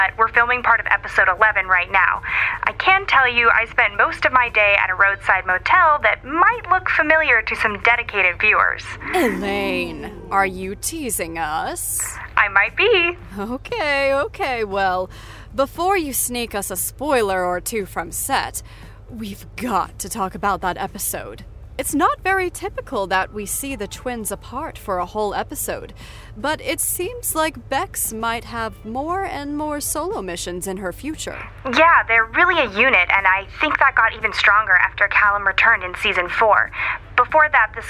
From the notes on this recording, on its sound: phones in from set